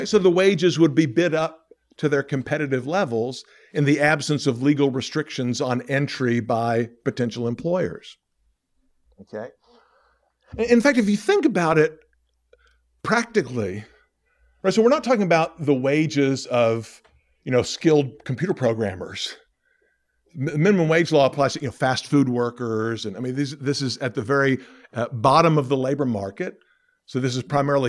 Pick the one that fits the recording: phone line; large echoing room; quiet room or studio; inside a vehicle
large echoing room